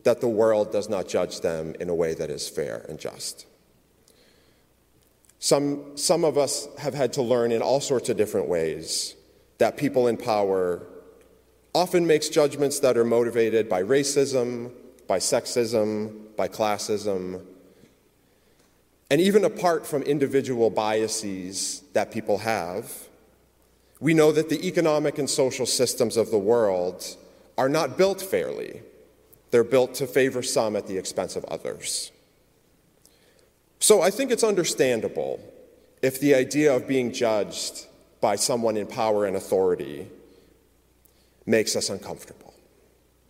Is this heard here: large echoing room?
yes